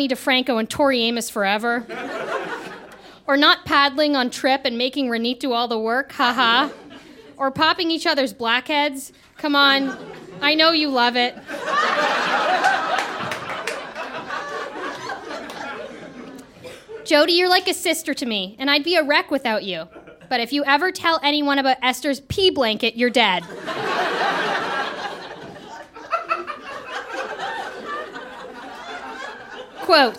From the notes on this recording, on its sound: Recorded live in Chicago.